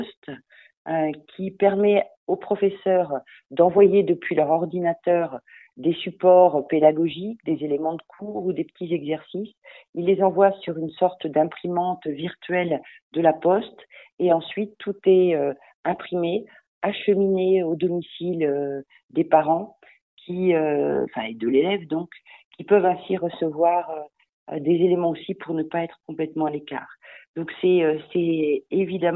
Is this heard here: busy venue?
no